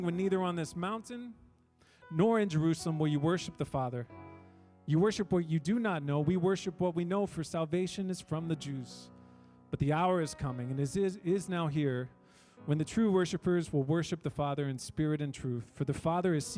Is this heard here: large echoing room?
yes